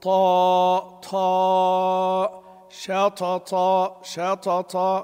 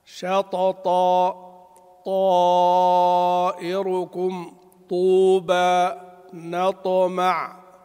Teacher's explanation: أيضا من الأخطاء المنتشرة والفاشية عند القراء هو همس الطاء، وهذا خطأ لأن الطاء مجهورة ليست مهموسة · Shown in: second take